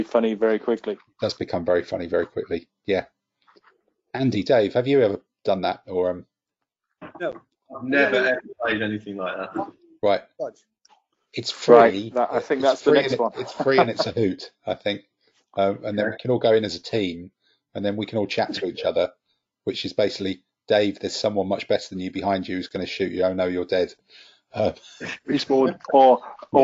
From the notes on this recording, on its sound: wrestle with audio quality across a variety of supposedly professional-grade audio conferencing apps